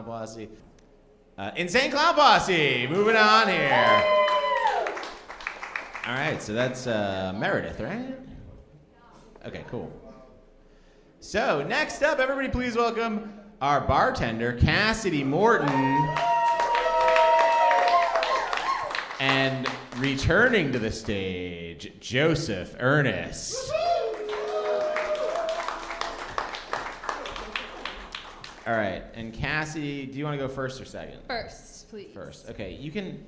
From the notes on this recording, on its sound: live show recorded in Bristol Tennessee